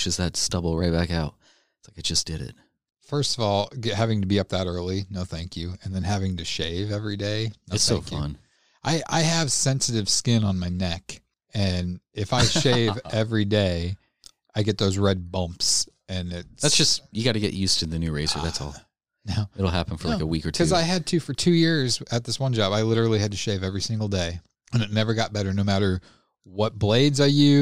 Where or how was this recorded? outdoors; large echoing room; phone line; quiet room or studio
quiet room or studio